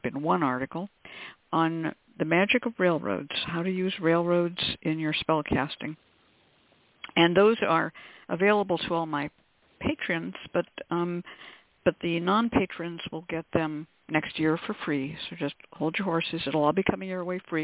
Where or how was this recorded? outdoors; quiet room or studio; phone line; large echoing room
phone line